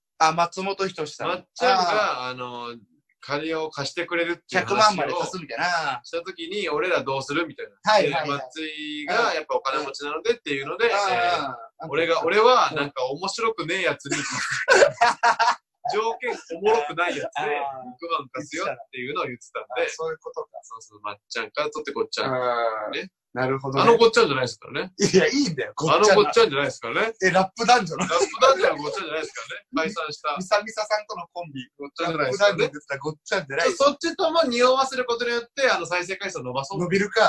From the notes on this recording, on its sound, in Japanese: まっさらブルーシートの上でお送りする音質ちょい悪回